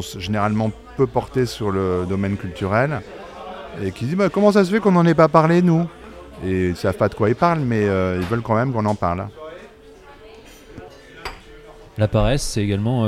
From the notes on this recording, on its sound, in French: Enregistré au bar Les Ondes, 2 avenue de Versailles à Paris (16e).